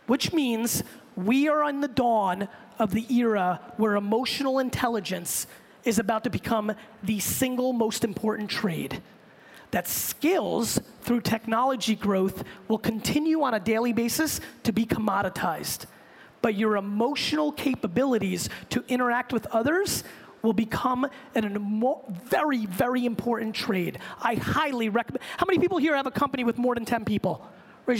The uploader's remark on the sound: I gave this keynote to the Rise conference in Hong Kong last week, for a group of entrepreneurs